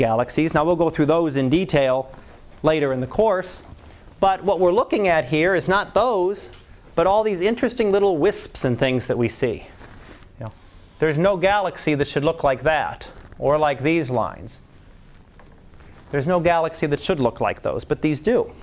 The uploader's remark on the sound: Live Class Lecture